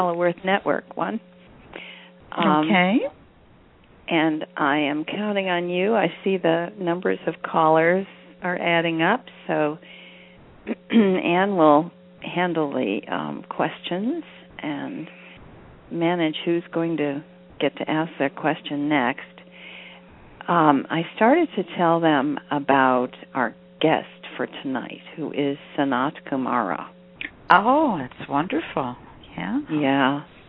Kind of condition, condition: link, phone line